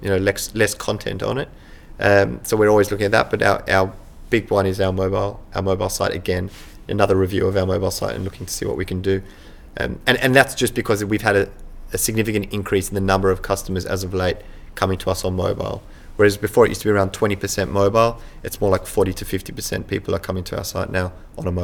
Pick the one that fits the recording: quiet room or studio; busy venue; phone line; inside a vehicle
busy venue